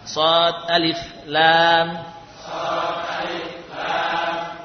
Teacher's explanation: Ya, jadi sodnya panjang, alifnya pendek, lamnya panjang.